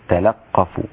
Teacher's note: بفتح اللام مع تشديد القاف